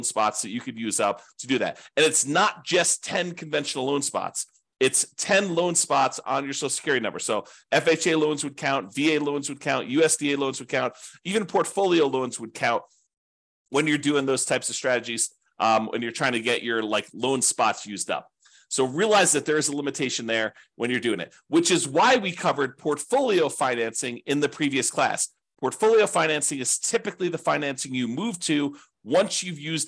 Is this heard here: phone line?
no